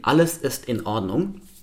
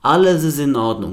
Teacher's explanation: Im Deutschen sorgt der Knacklaut jetzt dafür, dass die Wörter eins nach dem anderen gesprochen werden und nicht gebunden werden. · Shown in: first take · Und zwar tritt der Knacklaut immer dann auf, wenn wir Wörter sprechen, die mit Vokal anfangen.